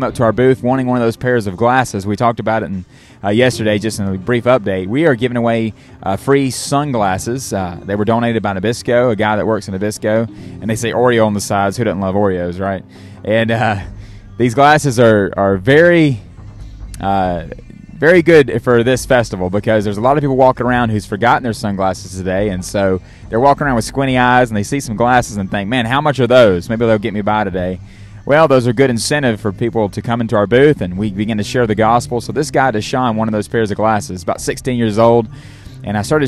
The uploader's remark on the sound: Live from an Outreach.